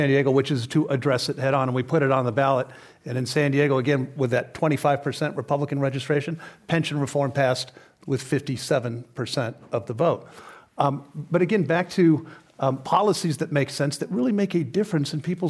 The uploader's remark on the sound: This program was recorded in front of a live audience at The Commonwealth Club in San Francisco on February 6th, 2019.